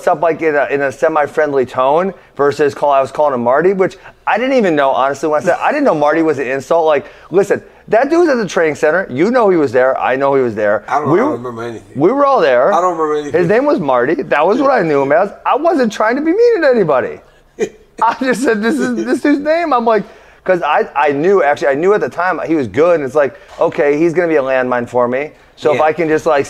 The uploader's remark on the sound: a special edition of Funky and the Champ LIVE from the wrestling championships in Fargo, North Dakota